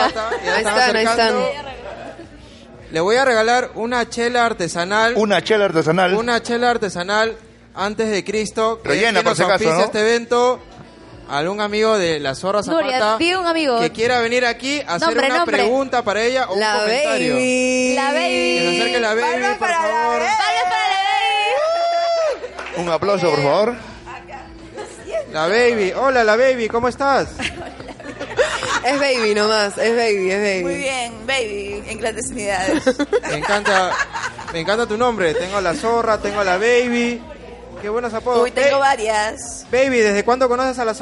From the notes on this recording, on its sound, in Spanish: Este episodio fue el sueño hecho realidad de crear un podcast-concierto que quedará marcado por ser el primero en grabarse en Perú.